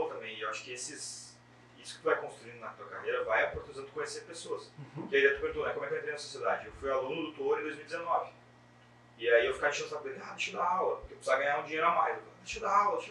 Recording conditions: poor sound quality